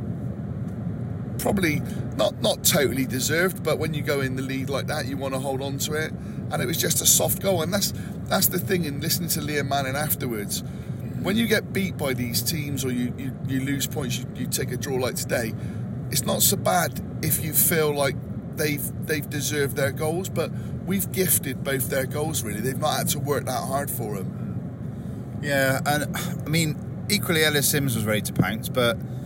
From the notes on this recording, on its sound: A podcast recorded in the car on the way home